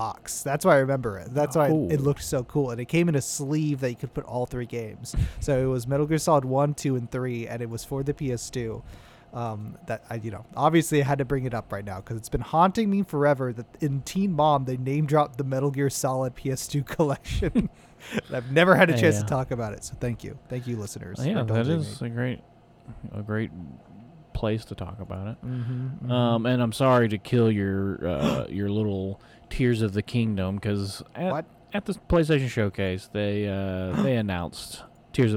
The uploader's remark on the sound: The One Where We Get In The TRUCK.